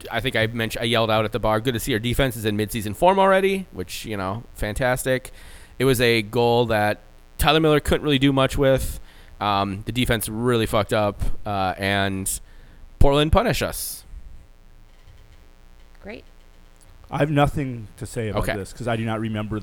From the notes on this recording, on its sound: Well, we tried to get together and do this thing in person again and we ran into some technical difficulties. Apologies for a slight buzz.